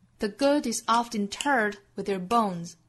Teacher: The good is oft interred with their bones.我们看这句话的节奏也是很规整的，重读音节分别在 good, oft, turred, bones 这些词上，其他都是弱读，所以我们拍着拍子读更好找节奏。